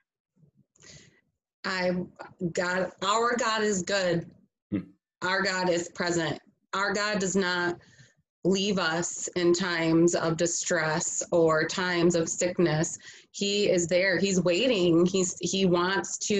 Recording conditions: video call